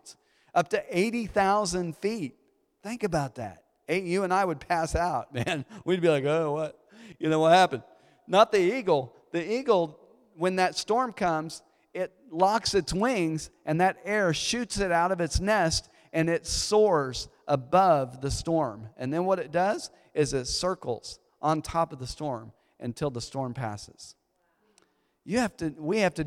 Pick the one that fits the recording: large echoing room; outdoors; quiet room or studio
large echoing room